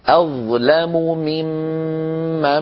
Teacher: توالى في النطق بسبب الإدغامات ست ميمات حرف الميم تكرر ست مرات متتالية لا يفصل بين هذه الميمات الست حرف آخر ولا حرف مد